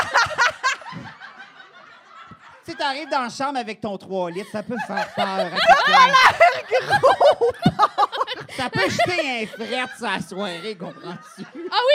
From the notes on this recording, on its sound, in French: Dans cet épisode Live un brin crunchy